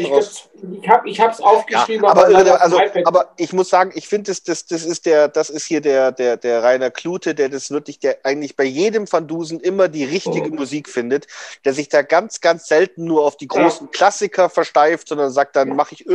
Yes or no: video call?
yes